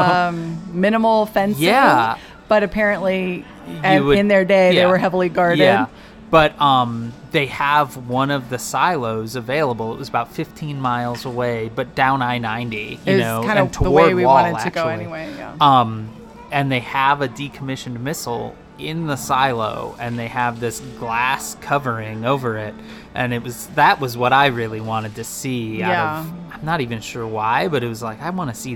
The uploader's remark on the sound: Live from Wall Drug. In the back yard of Wall Drug. They wind up back at Wall Drug, where they decided to record today’s episode.